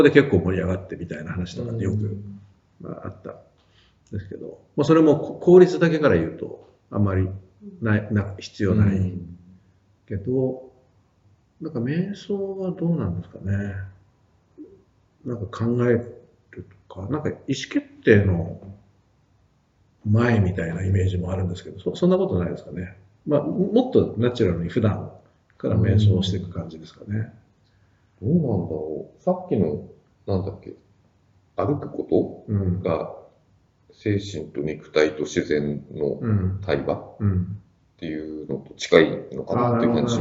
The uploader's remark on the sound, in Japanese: 旧マイクで音声ややわるいです。